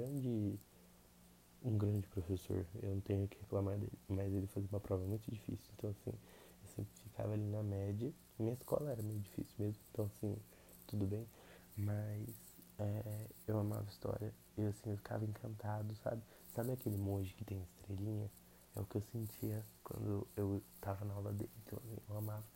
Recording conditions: background noise